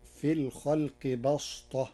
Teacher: قرأ ورش كلمة بسطة بالصاد، فتصير في الخلق بسطة، لمجاورة الصاد الطاء